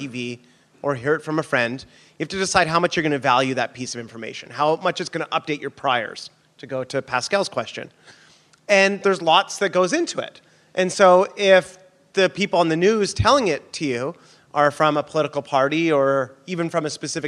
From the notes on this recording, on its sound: Live in New York, at The Be…